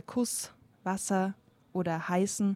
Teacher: Wenn es ein Doppel-S ist und das Scharf-S, die werden dagegen immer stimmlos gesprochen.